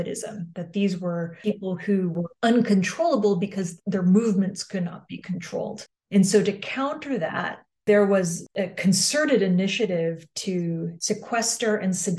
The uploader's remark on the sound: This podcast was recorded via Zoom by the Centre d'Études Maghrébines à Tunis ( CEMAT ) on December 13, 2022.